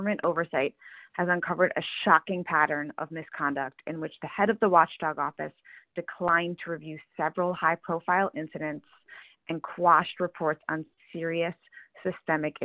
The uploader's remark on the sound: The Pod-At-Me Call-in Show. As a riff on live radio shows, you get to hear "live" podcast recommendations from listeners and creators about podcasts they loved.